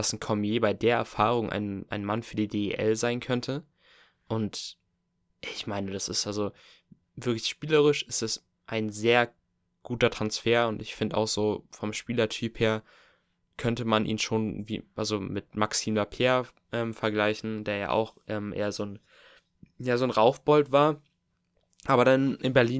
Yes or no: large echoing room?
no